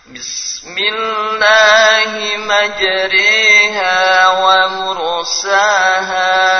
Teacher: Ini namanya imalah, imalah kubro, dekat dengan e